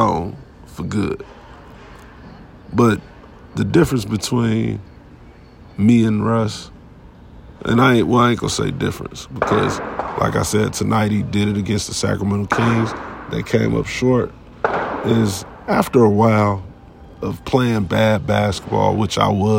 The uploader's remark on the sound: This episode was recorded inside the Sacramento Kings arena.